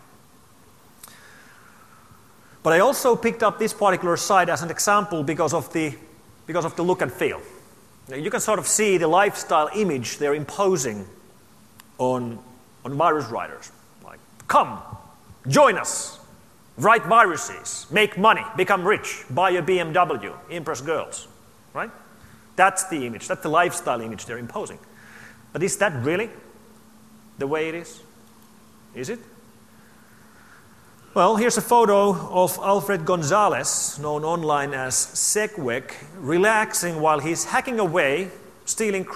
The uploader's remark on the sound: opening keynote to the AusCERT 2012 conference